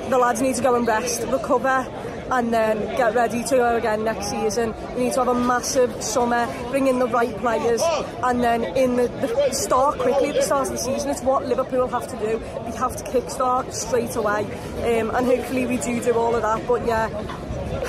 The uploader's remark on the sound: St Mary’s Stadium Reaction. Here at St Mary's Stadium.